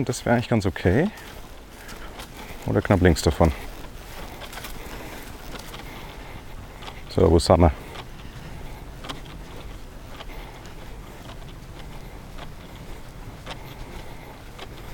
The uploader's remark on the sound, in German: 9 Loch im Wittelsbacher GC Mic´d up. Beide waren die gesamten 18 Loch über verkabelt und heute hörst Du die ersten neun Loch dieser Runde.